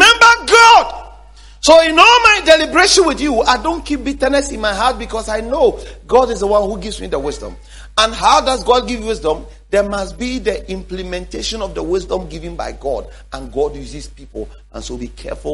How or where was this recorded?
large echoing room